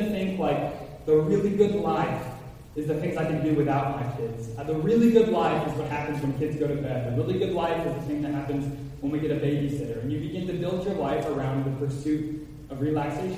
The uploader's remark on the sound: Apologize ahead for echo in Audio recording.